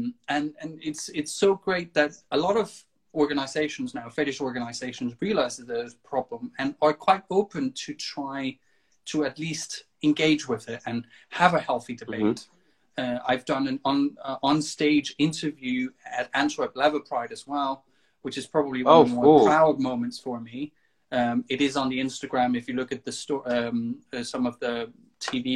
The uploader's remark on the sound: Recorded on 1 August 2020 on Instagram Live